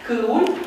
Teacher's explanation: Deci nu sunt două sunete, ci un sunet velar, cul, un apendice labial, cul. · Term: sunet olabio-velar